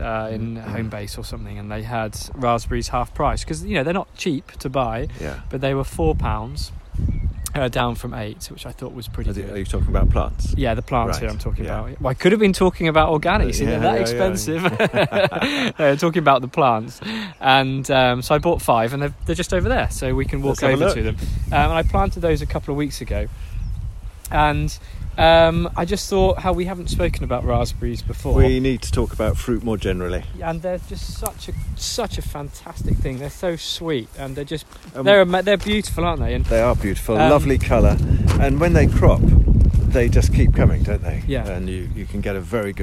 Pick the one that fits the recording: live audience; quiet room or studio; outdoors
outdoors